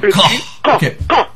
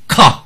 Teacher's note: c'est comme un Kaf que vous faites exploser dans la gorge